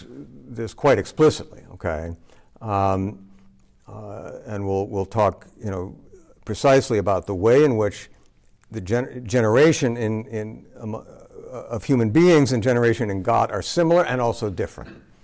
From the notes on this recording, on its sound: At Mississippi State.